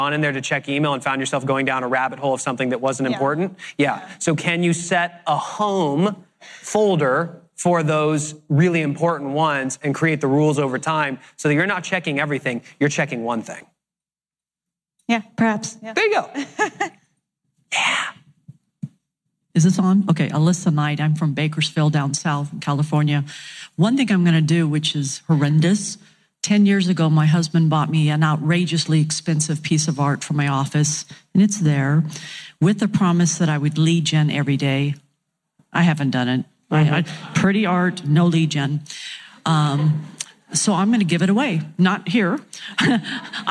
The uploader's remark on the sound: Today we are sharing the Q&A session that took place after the keynote